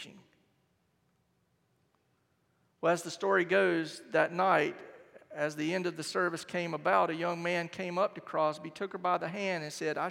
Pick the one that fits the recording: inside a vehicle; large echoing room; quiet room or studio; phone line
large echoing room